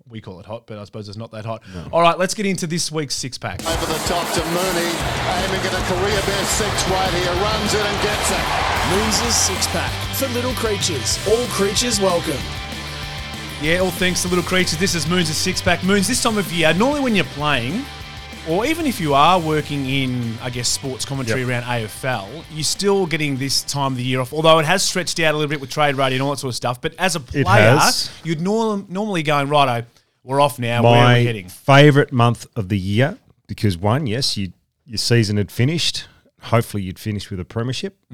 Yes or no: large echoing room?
no